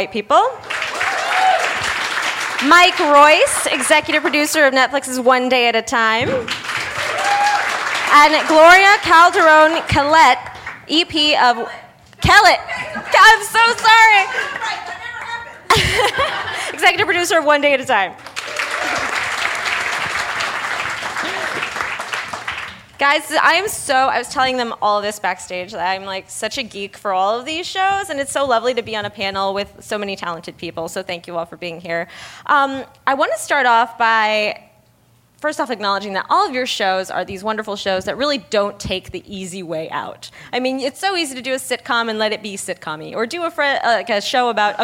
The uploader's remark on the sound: Recorded at ATX Television Festival